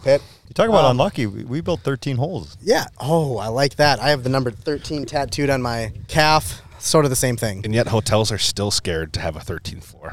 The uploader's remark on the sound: Back to back weeks recording at a golf course. Out at the Gravel Pit Golf and Event Center.